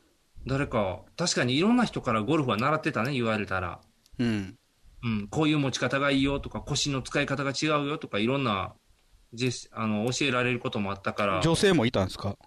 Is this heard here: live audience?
no